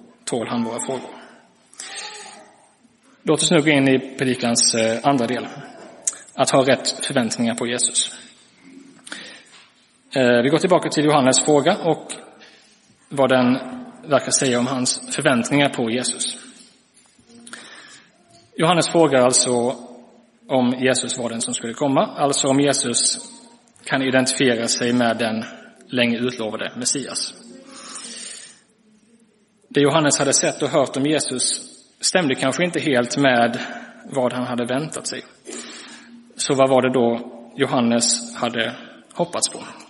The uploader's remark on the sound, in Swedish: Inspelad i Roseniuskyrkan den 17 december 2023.